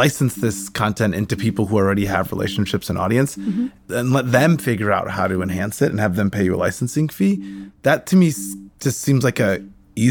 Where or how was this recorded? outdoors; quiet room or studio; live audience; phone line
quiet room or studio